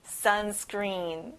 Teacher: 자, 앞에 sun에 강세를 넣어볼게요.